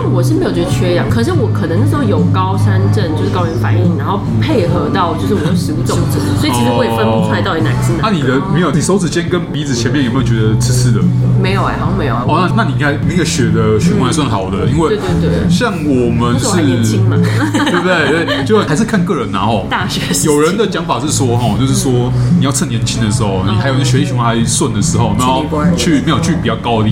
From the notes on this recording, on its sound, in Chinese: 本集白噪音指數：北風級 4/5。錄音地點： V&O Bar Kitchen。